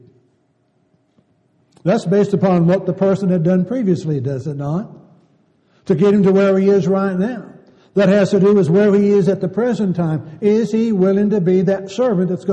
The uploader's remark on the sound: Downtown Church Of Christ Audio Sermon